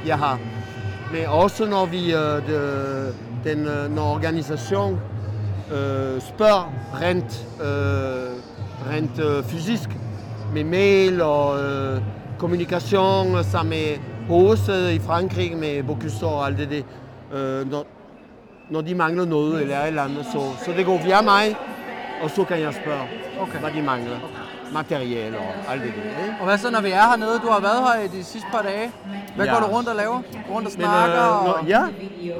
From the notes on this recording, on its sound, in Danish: Bocuse d'Or 2023 del. 3 Live fra Lyon. Hør med live fra Lyon.